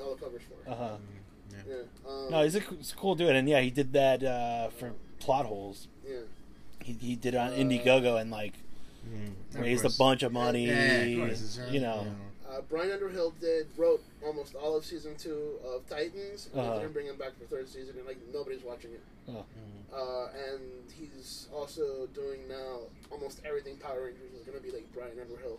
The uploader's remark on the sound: We had him do a signing in the shop and decided to talk comics and shop while eating a nice slice!